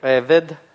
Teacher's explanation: Вы слышите, значит, два звука «е», «эвед». Вы слышите, ударение падает на первый слог